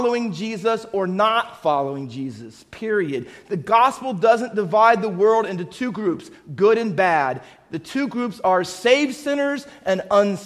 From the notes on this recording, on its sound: Faith Baptist Church in Hamilton, NJ.